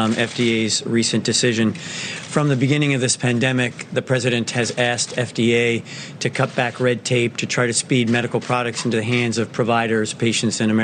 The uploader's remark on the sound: at a White House briefing